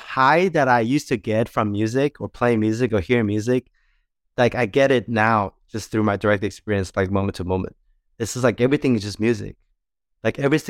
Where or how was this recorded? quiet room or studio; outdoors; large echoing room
quiet room or studio